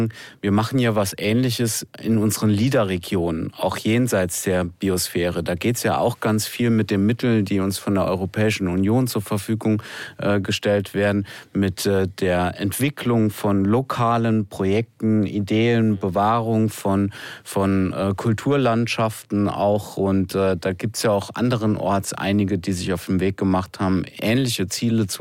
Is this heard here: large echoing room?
no